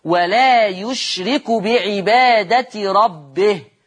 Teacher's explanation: احنا عندنا في لغه العرب نقف نبتدئ بمتحرك، مش دي لغه العرب، بيبتدوا بمتحرك ويقف على ساكن، ويقف يسكنوا الحرف الاخير، فلازم اسكن الهاء عند الوقف، اقول ولا يشرك بعباده ربه، واقوم واقف بسكون الهاء.